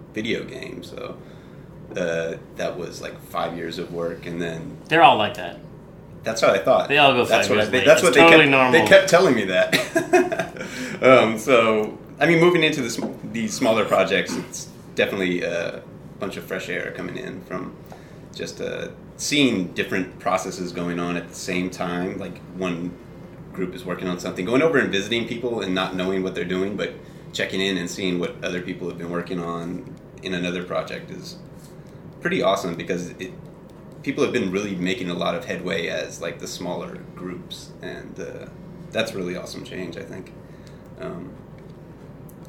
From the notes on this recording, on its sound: Still only have the one mic though.